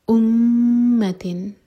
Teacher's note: میم پر شدہ ہے تو میم پر غنہ کریں گے، یعنی کہ ہولڈ کریں گے میم کو 2 سیکنڈس. امتن، تن پر اظہار، تن میں جو نون کا ساؤنڈ ہے اس کو کلیئر پڑھا جائے گا.